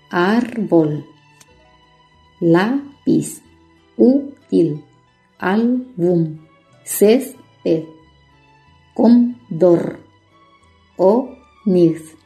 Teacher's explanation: se están acentuando todas esas palabras en la penúltima sílaba